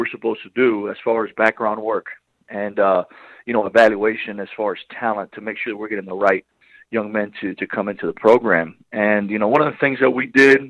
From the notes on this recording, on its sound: LIVE on the Back In Action Hotline. RWRC Radio on The Ticket 95.3 Fm/970 AM.